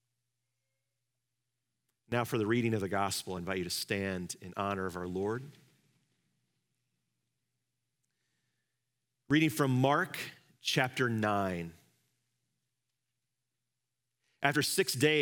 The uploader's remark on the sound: Live from our Celebration Ministry Center